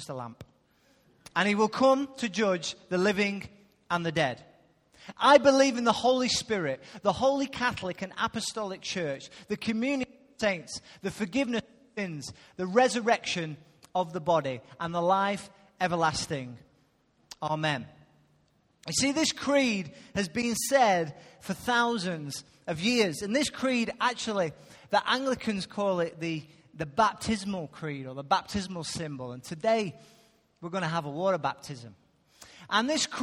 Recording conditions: large echoing room